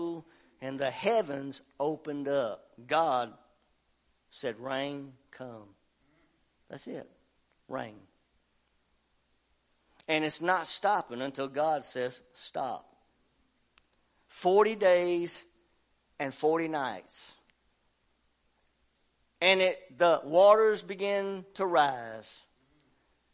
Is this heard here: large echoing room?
yes